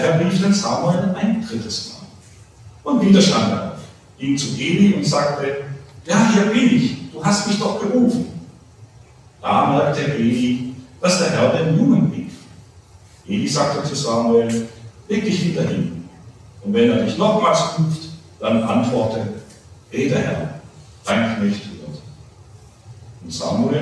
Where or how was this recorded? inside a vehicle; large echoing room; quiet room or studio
large echoing room